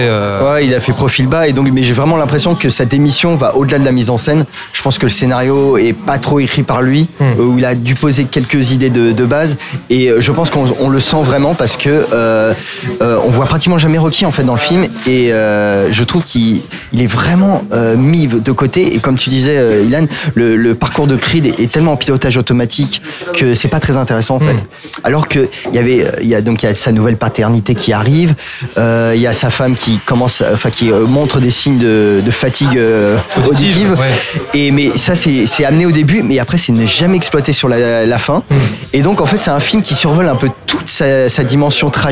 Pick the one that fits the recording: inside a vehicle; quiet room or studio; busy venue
busy venue